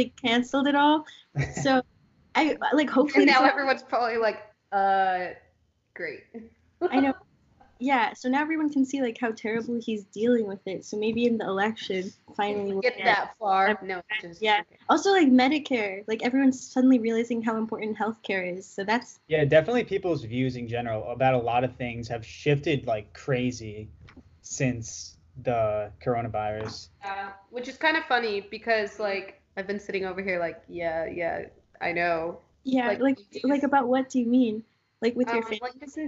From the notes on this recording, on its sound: Recorded remotely from Dallas TX, Indiannapolis IN, & Buffalo NY.